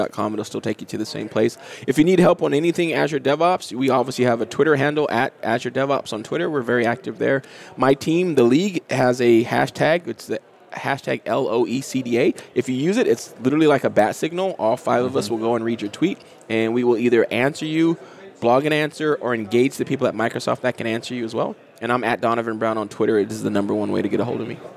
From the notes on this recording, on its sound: LIVE at Microsoft Ignite.